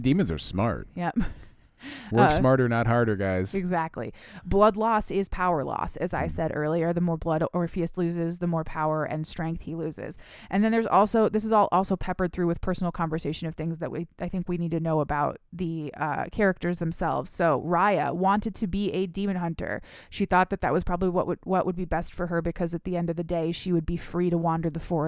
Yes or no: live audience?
no